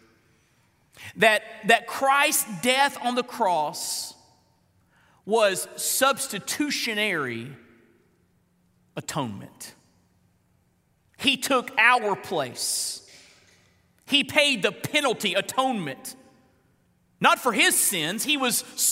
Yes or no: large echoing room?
yes